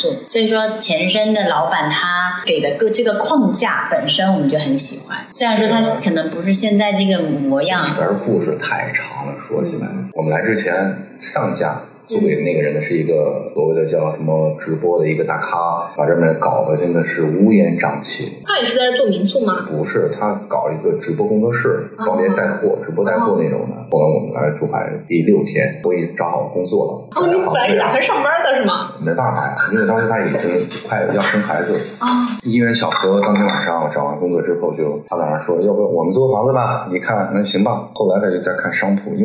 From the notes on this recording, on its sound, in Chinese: 约这对开民宿的夫妻，临时录了期播客。因为录制空间和设备的问题，本期内容音质不太好，希望你多多包涵。